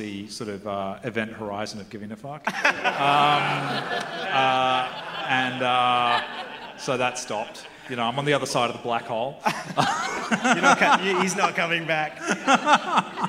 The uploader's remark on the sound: YACK FEST SPECIAL. Live recording of A Rational Fear.